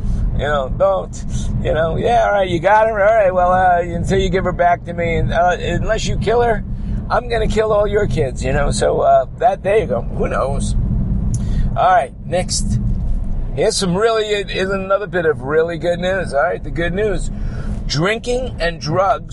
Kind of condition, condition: setting, inside a vehicle